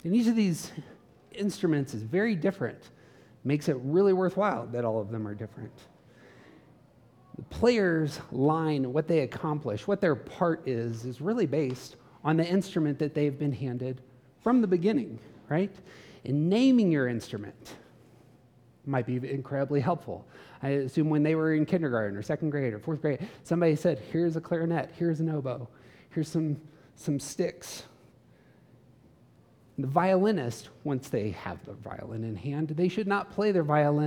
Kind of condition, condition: setting, live audience